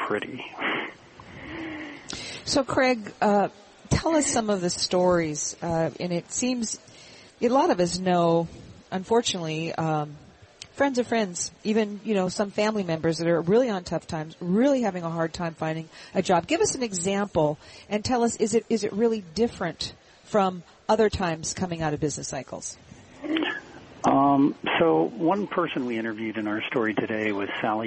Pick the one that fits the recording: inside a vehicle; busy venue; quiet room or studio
busy venue